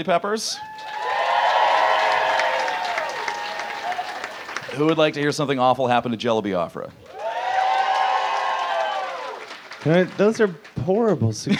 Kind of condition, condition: setting, busy venue